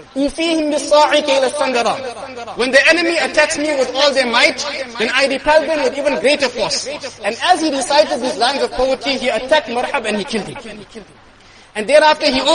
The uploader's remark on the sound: Jumuah lecture